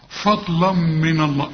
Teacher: إنما الضاد هي المفخمة، اللام هنا مرققة والميم مرققة والنون مرققة